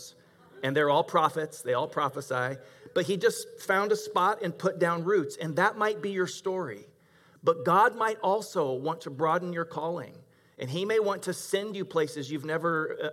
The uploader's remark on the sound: Delivered 28 June 2021 at Grace Church of La Verne . Delivered 28 June 2021 at Grace Church of La Verne .